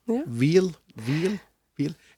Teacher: det vi kaller en labiodental lyd, eller en leppetannlyd, der altså underleppa møter for tennene Så i v, der du ja, biter i leppa på, eh, på en måte.